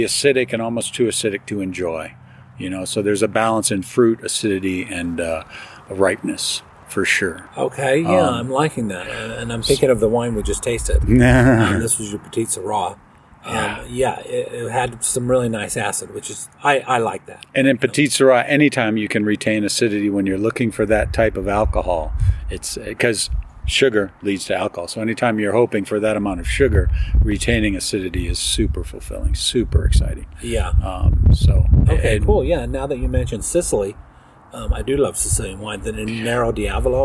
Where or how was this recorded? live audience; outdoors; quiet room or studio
outdoors